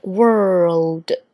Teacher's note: 它并不是 word，并不是单纯发一个 R 的卷舌音，还有一个 L 的舌侧音在这里哈